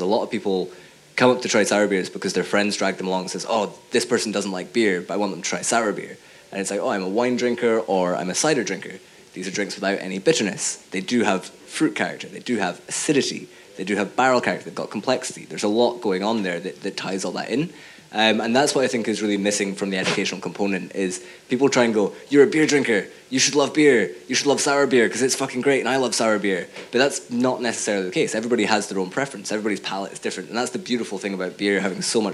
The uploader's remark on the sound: Our final panel talk from FyneFest 2019. Thanks again to Fyne Ales for having us.